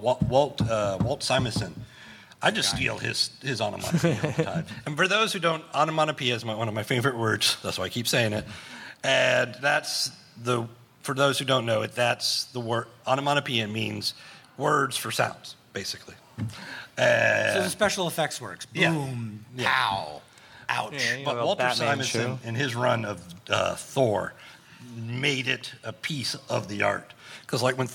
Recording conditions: busy venue